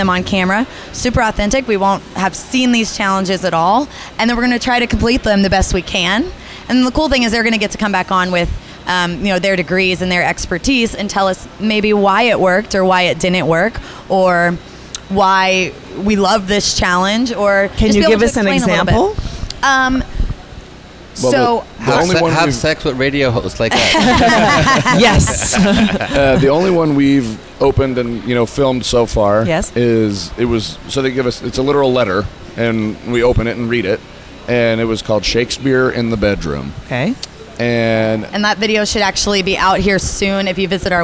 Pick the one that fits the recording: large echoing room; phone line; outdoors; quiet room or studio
outdoors